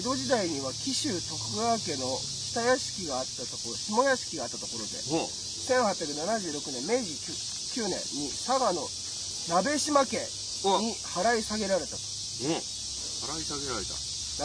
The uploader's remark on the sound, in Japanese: 渋谷の隠れた良い公園にて収録しています。